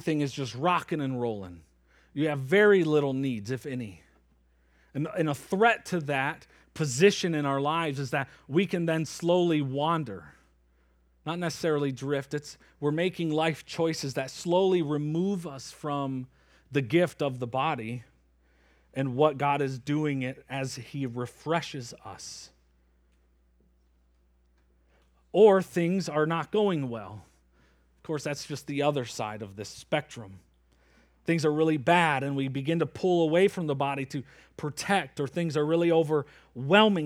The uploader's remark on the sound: Preached from Acts 3 at Springbrook Church in Antigo, WI.